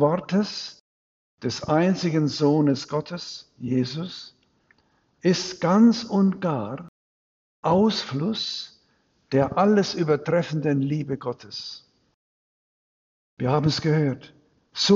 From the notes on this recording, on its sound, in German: Predigt am Dreifaltigkeitssonntag in Großenbuch und Dormitz